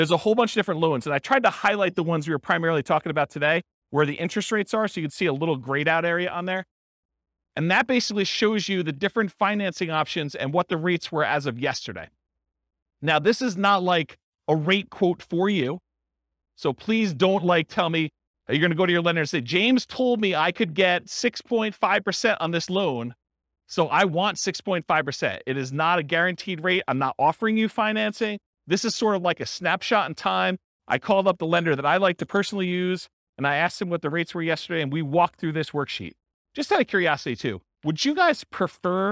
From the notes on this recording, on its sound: This was a live class recorded